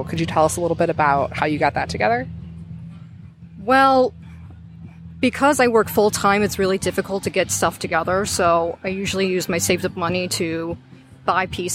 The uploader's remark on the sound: Live at Cosplay Beach Party